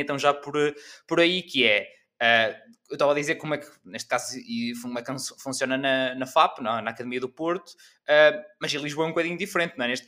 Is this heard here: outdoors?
no